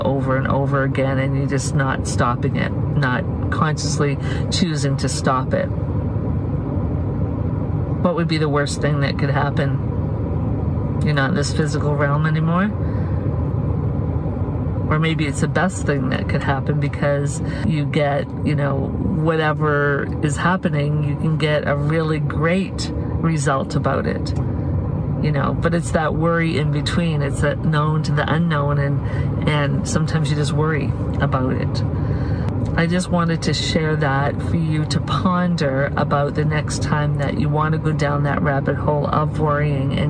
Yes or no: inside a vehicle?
yes